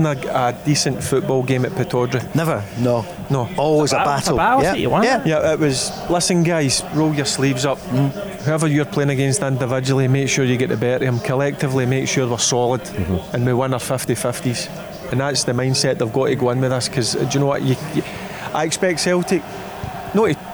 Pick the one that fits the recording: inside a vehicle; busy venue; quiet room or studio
busy venue